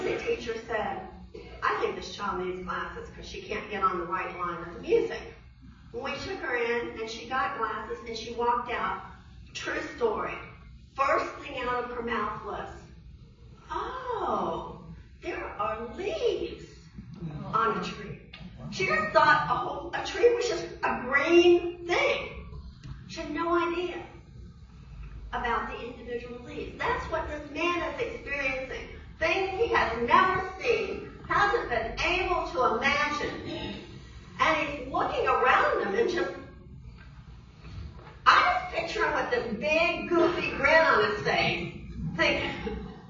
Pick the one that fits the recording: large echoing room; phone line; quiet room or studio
large echoing room